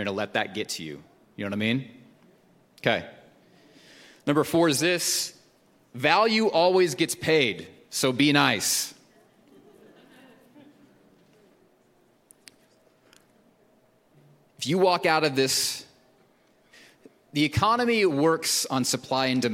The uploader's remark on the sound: Recorded at Hope Church in Springfield, MO.